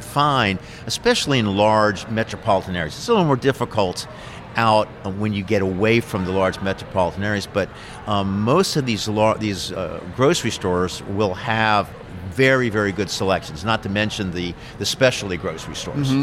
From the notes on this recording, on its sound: We're at Brasserie Beck in downtown Washington, DC.